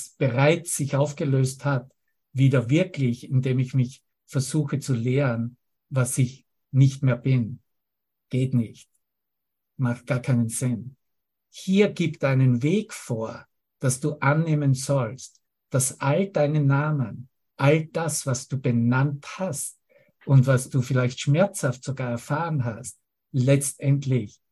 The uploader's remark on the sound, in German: Zoom-Session. Veranstaltet von der Aleph Akademie.